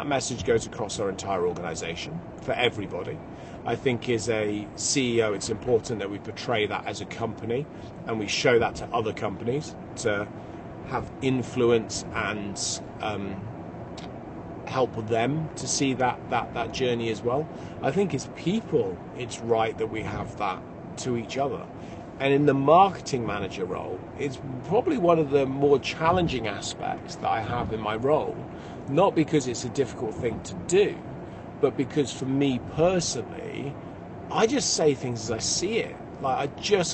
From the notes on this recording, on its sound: Early morning drive to Somerset. I do not usually drive early hours in the morning to Shepton Mallet Prison, I prefer to travel down the day before, but it is a beautiful spring morning, so I will not complain too much.